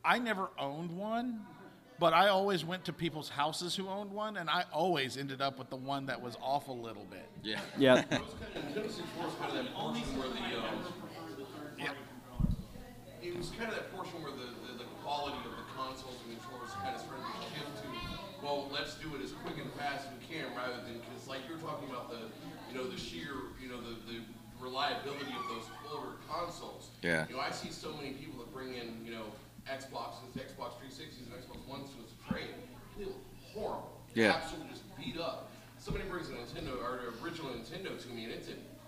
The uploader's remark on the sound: Live Panel from Pensacon 2019. A special live panel at Pensacon, a yearly convention held in Pensacola, FL.